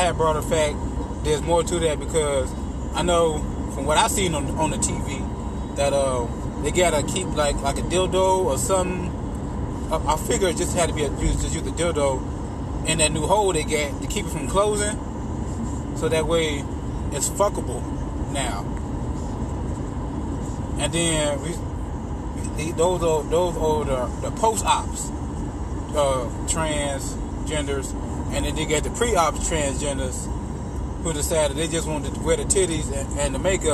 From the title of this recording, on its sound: Bonus episode in the car